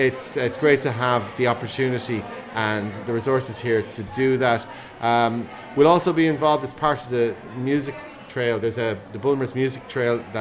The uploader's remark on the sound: I went along to Mulcahy's Bar in town to the launch of this years Clonmel Junction Arts Festival to find out what's in store and talk to some of the people involved.